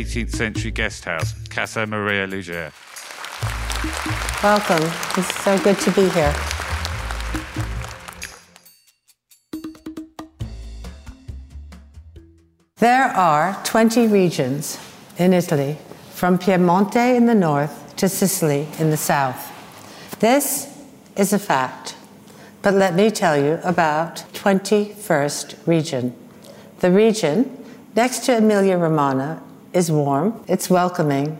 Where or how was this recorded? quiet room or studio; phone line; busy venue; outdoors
busy venue